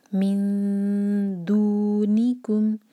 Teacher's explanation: نون کو ٹچ نہیں کرنا، نون سے پیچھے رکھیں گے اور دال کے قریب زبان لے جائیں گے اور 2 سیکنڈس کا ٹائم. من دونکم، دو مد طبعی ہے، · Term: اخفاء